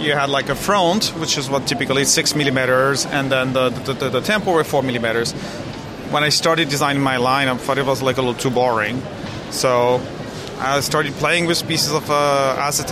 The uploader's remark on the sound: "live" from Silmo Paris 2023. Right from the heart of Silmo 2023. He stops off at the Startup Village.